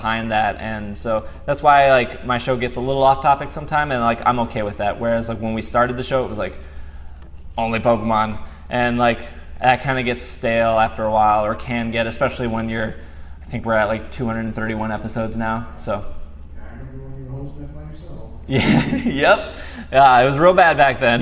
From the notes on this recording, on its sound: Live Show. Live from PAX West 2016. This entire show was live in front of an audience and live on Twitch.tv!